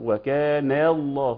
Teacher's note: يأتي بالنون مرققة لكن يأتي فيها بتعسف وتكلف زائد فيرقق اللام أيضا اللي هي الأولى من اسم الجلالة